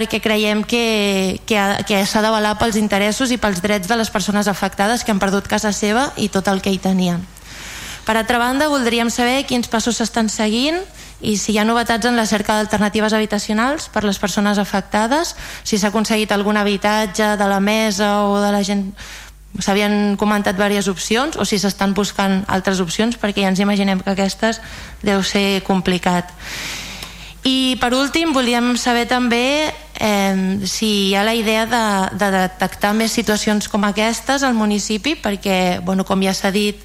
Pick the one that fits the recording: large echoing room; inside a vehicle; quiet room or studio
large echoing room